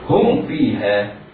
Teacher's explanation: هم فيها من ساكنة بعدها فاء على القارئ أن يعتني بإظهار الميم ولا يسقط لسانه للإخفاء نظرا لأن الميم والفاء متقاربان، لا رغم التقارب إلا أنه على القارئ أن يعتني بإظهار الميم الساكنة قبل الفاء